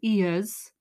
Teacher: especially because I'm Welsh, ears has two syllables